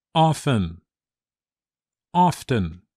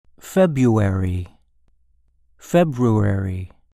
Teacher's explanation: I grew up in New England, where we pronounced the R in February and the T in often.